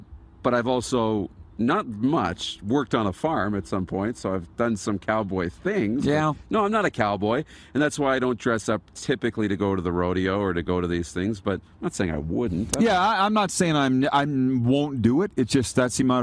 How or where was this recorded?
busy venue